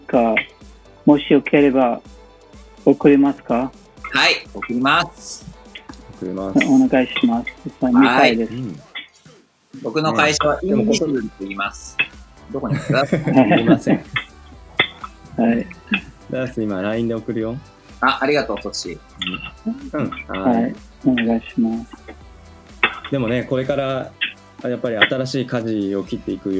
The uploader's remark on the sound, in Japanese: 平日の朝8時、それぞれのSoloランニングから帰宅したメンバーとオンラインスタジオで集い、「はじまりの時間」をシェアするエピソードを収録！